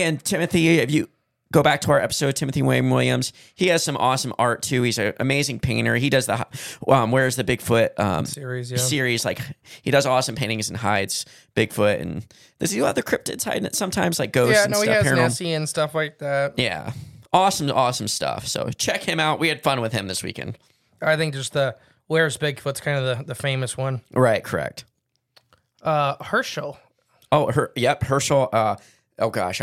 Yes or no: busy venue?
no